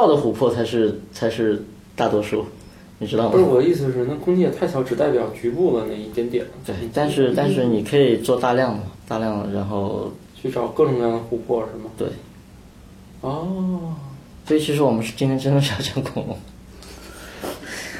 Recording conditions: poor microphone